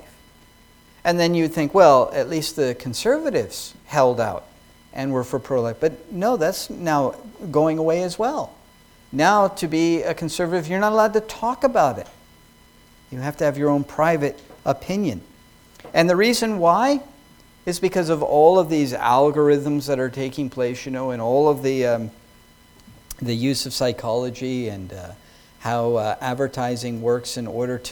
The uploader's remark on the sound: Sermon preached at New Creation Reformed Presbyterian Church on Jan.